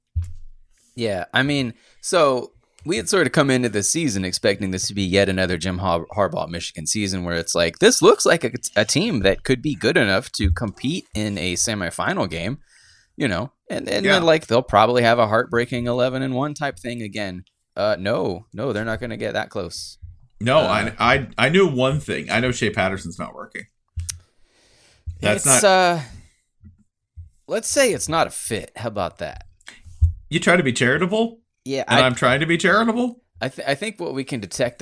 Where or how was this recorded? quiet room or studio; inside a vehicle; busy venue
quiet room or studio